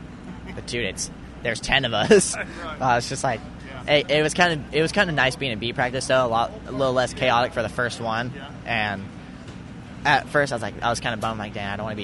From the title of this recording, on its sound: 2023 Houston SX Post-Race Interviews